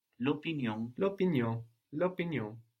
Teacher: as opinion starts with a vowel, we will lose the A of la. So we get L apostrophe opinion.